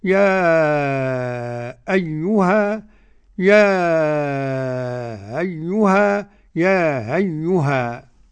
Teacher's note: يا أيها إذا وقف حمزة يقف بـ3 أوجه: التحقيق على 6 حركات، والتسهيل مع المد 6 حركات، والقصر 2 حركات